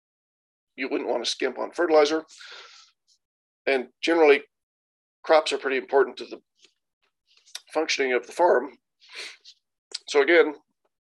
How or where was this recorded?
video call